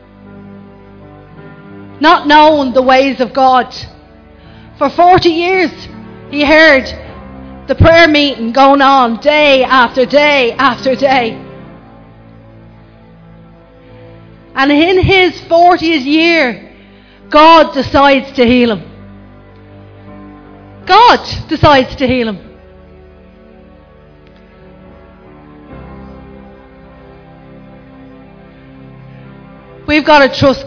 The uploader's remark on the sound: Recorded live at Liberty Church on 9th February 2020